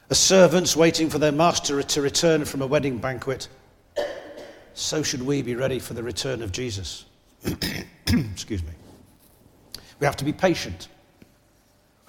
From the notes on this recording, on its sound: This is from the recording of our service